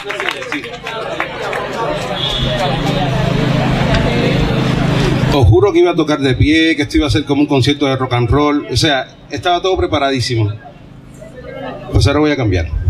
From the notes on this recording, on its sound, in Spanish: VI Homenaje, en la Plaza de Santa Ana (Madrid). Audio: del vídeo.